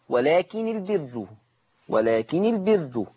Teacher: 189، ولكن البر، زي ما احنا ملاحظين النون مشددة ولكن ومفتوحة بفتح النون مع تشديدها خلاص وفتح الراء